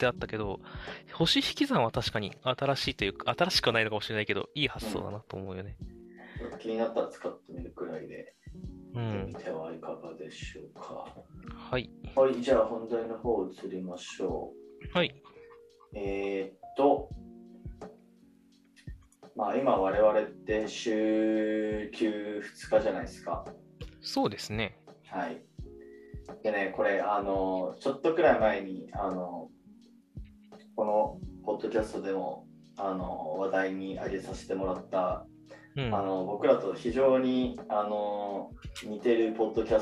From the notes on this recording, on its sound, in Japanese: すみません、前回今回と少し音質悪めです